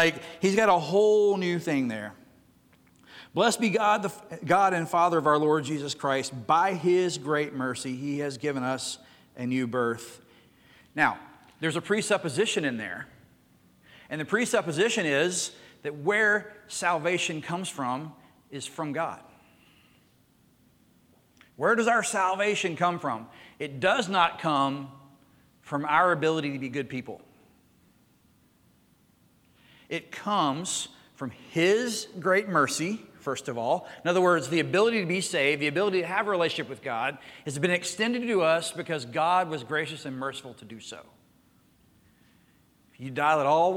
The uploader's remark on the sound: Recorded Live at Connection.